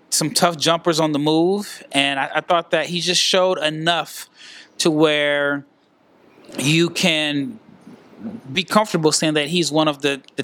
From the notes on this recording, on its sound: Live from Henderson, NV. At the first annual G League Invitational.